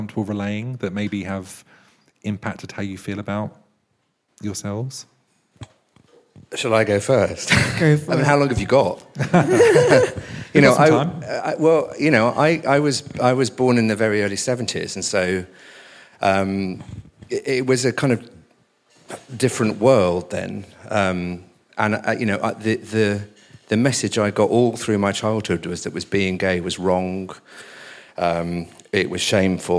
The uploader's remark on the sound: The podcast has been recorded over 8 weeks, in front of a live audience at Arcobaleno, an inclusive Queer space, in the heart of Kemptown Brighton. The shows feature a panel of guests, where we will be talking all things queer, and an audience Q&A too.